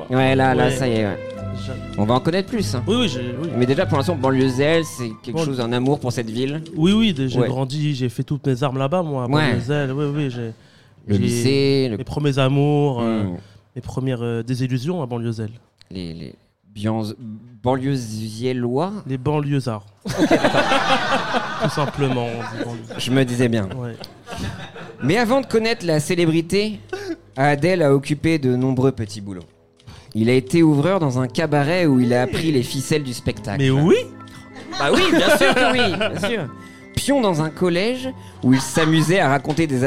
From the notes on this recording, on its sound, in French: (en public). Le tout enregistré en public au Charlie et sa bière à deux balles.